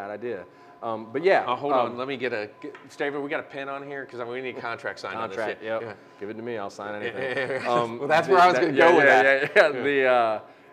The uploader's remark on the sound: on location at Hoots Roller Bar and Beer Co.